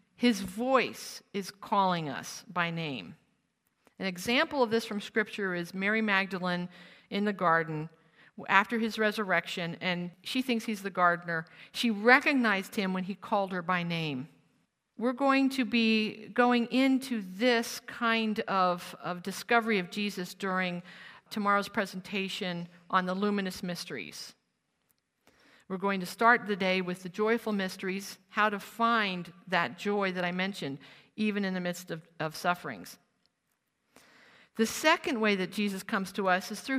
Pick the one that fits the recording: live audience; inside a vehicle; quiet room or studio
live audience